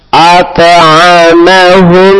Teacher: Di situ ada huruf idgham mimi. Huruf mim ketemu mim, maka ditahan dua rakaat dengan berdengung.